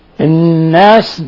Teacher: حرف غنة مشدد، حرف غنة مشدد يغن مقدار حركتين